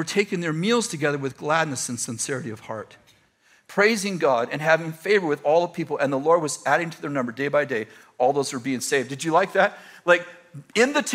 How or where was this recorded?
large echoing room